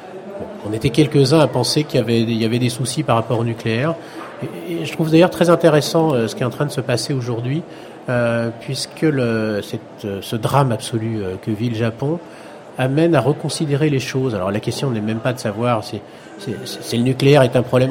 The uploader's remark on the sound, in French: Ont accueilli en direct du salon Planète durable. Entretien enregistré lors du salon planète durable en Avril 2001.